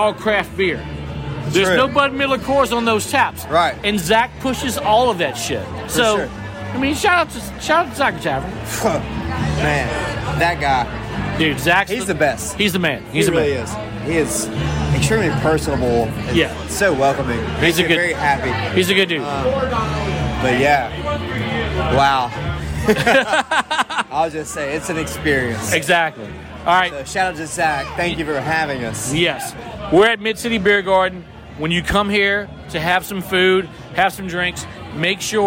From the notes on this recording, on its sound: for their South Louisiana release pint night at Mid City Beer Garden in Baton Rouge